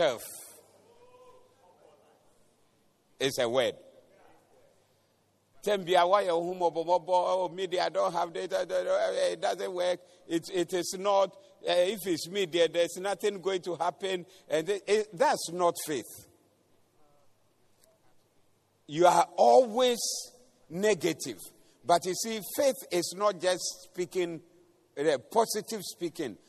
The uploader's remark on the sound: Preached at the Doxa Service